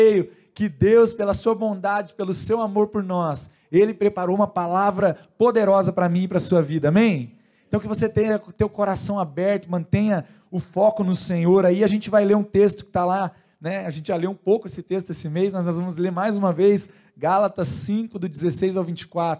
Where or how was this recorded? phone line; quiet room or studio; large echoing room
large echoing room